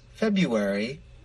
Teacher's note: The R is not pronounced. Instead, speakers make a ya sound.